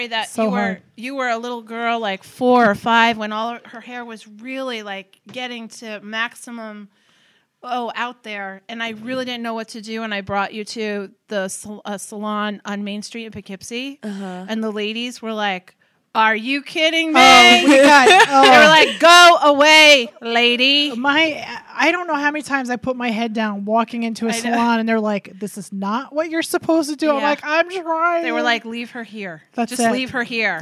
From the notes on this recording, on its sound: we hosted a party with former guests, Patreon sponsors, friends, and family at Sofie's Salon to record our 100th episode